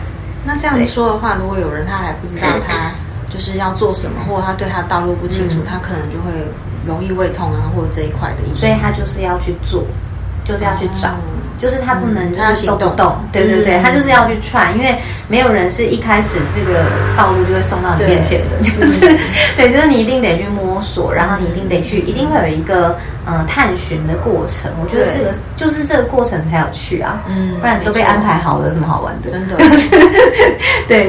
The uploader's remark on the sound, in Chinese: 背景雜音有點多很抱歉，因為錄完發現麥克風根本沒電（笑死）。